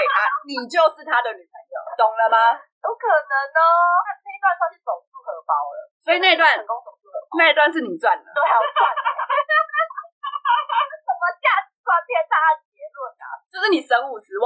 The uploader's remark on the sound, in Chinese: 本集第一次遠端錄音音質集差